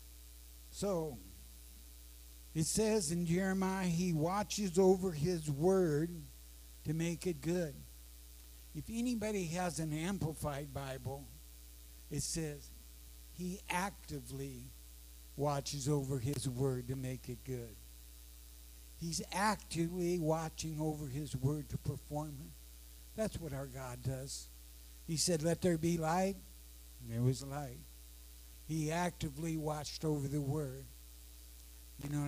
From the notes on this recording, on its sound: Sorry, low audio.